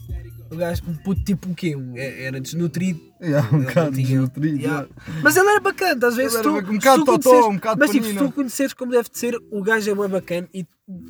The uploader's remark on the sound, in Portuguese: Primeiro episódio no carro da avó!